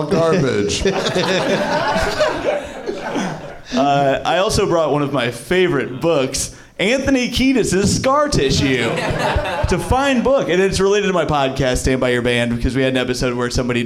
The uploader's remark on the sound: Live from the NerdMelt Showroom in LA